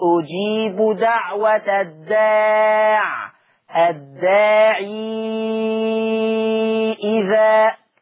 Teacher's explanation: طب ولما هيوصل هيحط ياء، فلما يحط ياء ورش بقت ياء مد ووراها همزة فتبقى مد منفصل ست حركات